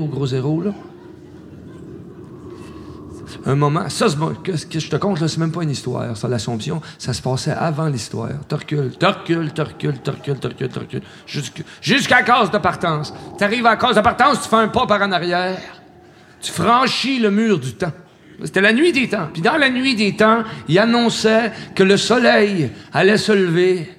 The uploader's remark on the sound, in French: en public Music Oloron Skate Chope 06-05-2016